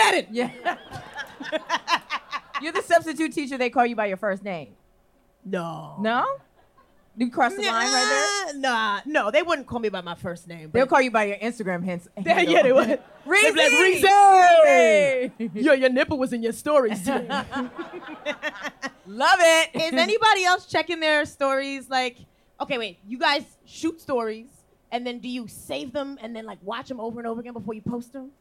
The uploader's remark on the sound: Unofficial Expert Live in San Francisco. Listen to our live show in San Francisco from last month. Take some audience questions.